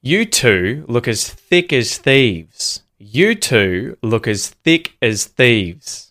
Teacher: You're going to hear as get reduced to just the schwa us, and thick and thieves get emphasized.